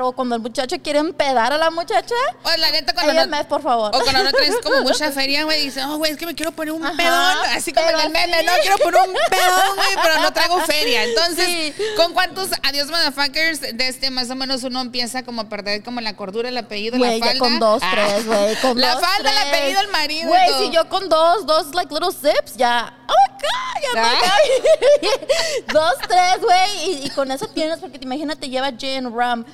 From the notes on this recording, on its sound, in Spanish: En vivo desde La Huacana Night Club